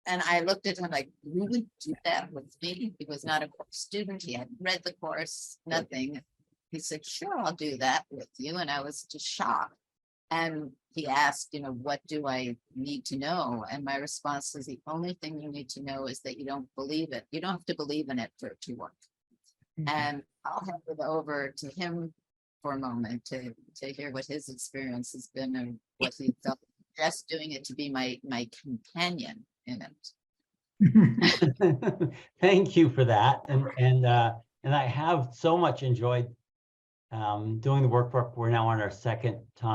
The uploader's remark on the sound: Please enjoy the audio from a recent Foundation For Inner Peace webinar